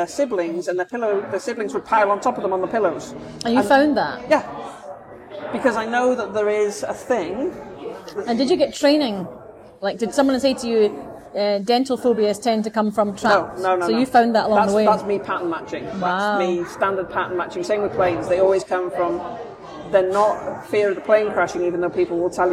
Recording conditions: background noise